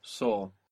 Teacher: At the front of the mouth, sink. And then when you say saw, where does your tongue go? Saw. It's towards the back. You can feel it going back.